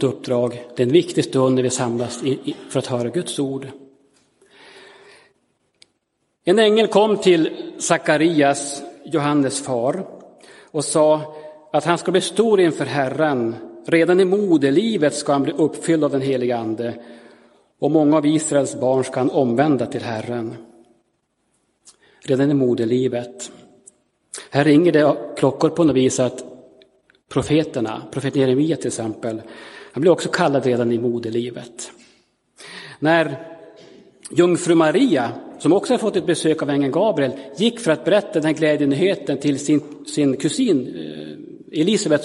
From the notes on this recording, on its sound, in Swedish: Inspelad i Roseniuskyrkan den 11 december 2022.